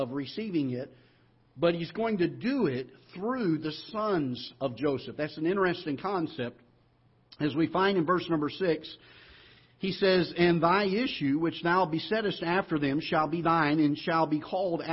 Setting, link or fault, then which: setting, large echoing room